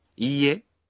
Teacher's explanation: When you say いいえ, you pronounce い 1 beat longer.